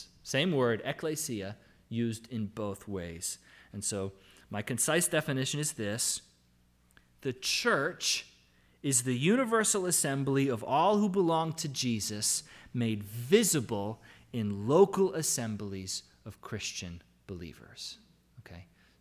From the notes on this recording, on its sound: Sermon audio from LBC worship service